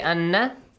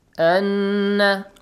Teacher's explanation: It has tashdeed, prolong the sound, two beats. · Shown in: second take